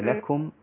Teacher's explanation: الكاف رقيقة أحافظ على ترقيقها مهما كانت مضمومة أو مفتوحة، لأن الضم والفتح مظنة التفخيم، تمام؟